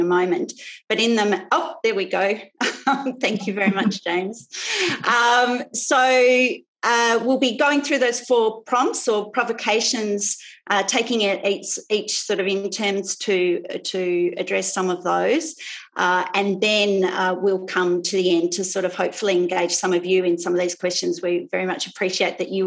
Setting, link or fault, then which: link, video call